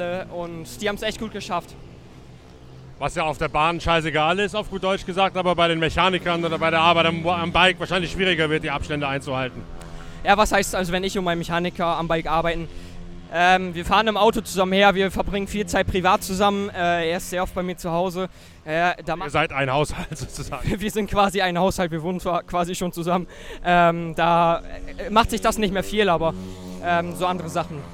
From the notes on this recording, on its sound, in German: Aufgenommen im Infield des Speedwaystadions an der Nordseeküste.